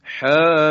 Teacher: حامیم که ما 6 حرکت میکشیم · Term: مد لازم